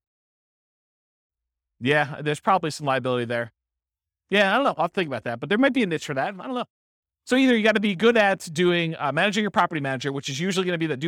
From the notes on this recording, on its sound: This was a live class recorded